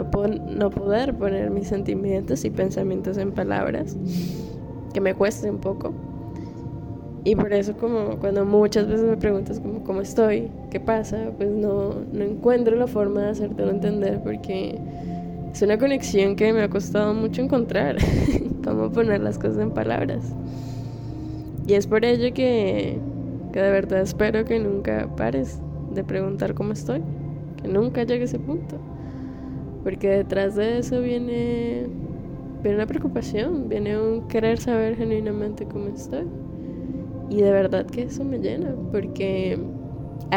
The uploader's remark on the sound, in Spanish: Exteriorizando un poco el sentir, con ruido de fondo.